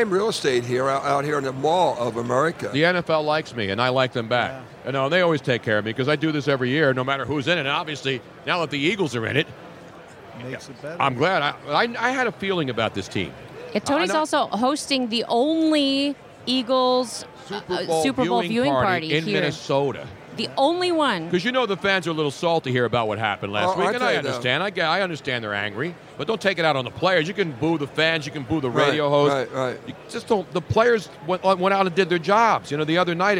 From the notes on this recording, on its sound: Here at Radio Row for Super Bowl 52 LIVE from Mall Of America and this place is now crawling with players of today and yesterday. Hall Of Famers and Prime TIme Players everywhere.